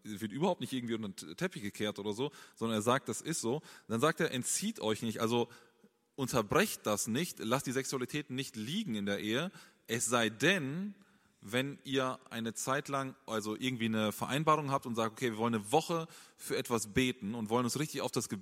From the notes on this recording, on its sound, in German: Eine Frage aus unserem Q&A Abend